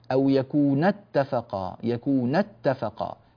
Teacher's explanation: تحذف الألف لالتقاء الساكنين ويدل عليها بضغطة في الصوت، نبر هكذا، فنقول أو يكون اتفقا، يكون اتفقا، هكذا